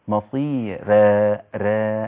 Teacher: مصيرة دي مش إمالة، ده ترقيق للراء